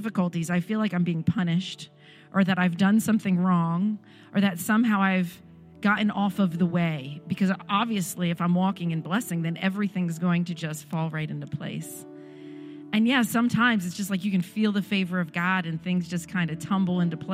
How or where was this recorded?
large echoing room